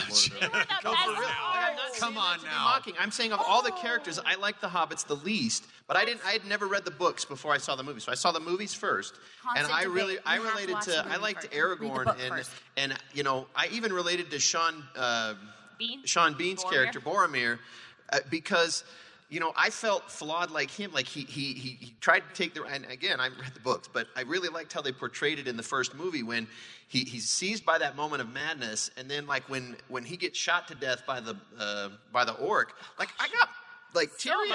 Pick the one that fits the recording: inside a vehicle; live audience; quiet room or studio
live audience